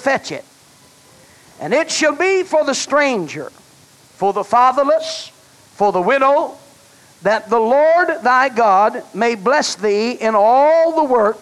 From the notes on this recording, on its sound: was preached at First Apostolic Church in North Vernon, Indiana, November of 1989.